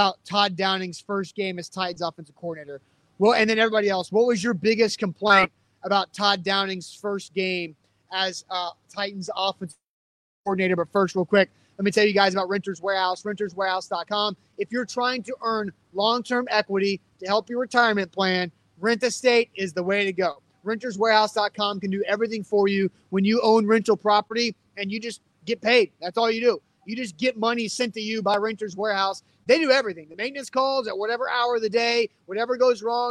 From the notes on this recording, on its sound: Live from Mill Creek Brewing.